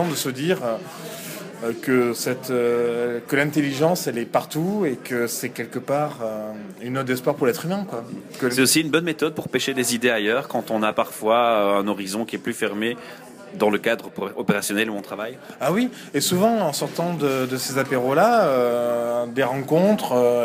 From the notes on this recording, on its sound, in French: Une interview enregistrée le 24 avril 2014 lors de la soirée Apéro RH de Lille.